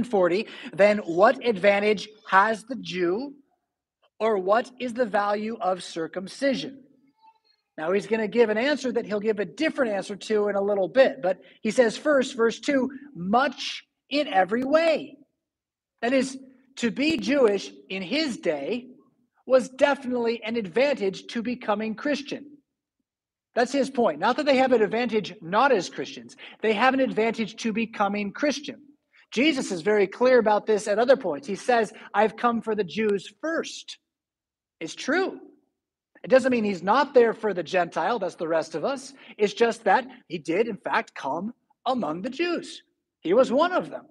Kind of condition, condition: setting, large echoing room